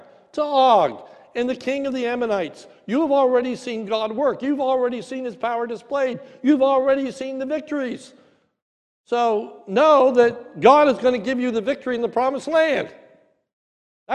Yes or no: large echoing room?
yes